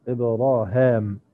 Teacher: كلمة إبراهيم في سورة البقرة، حيث وردت في سورة البقرة، يقرأها الإمام ابن عامر بفتح الهاء وإبدال الياء بالألف، إبراهام، هكذا، بخلف عن ابن ذكوان في هذه السورة.